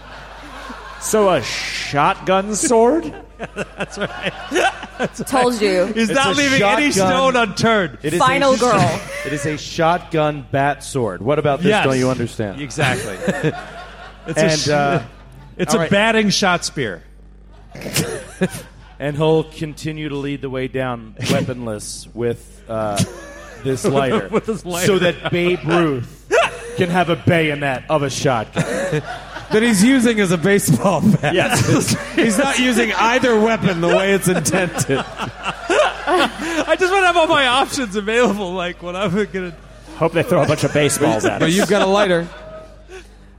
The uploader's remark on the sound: Live! | The Athenaeum | Indianapolis. The Glass Cannon Network took over the Athenaeum Theatre in Indianapolis during Gen Con 2023 for a wild night of 1920s Lovecraftian horror!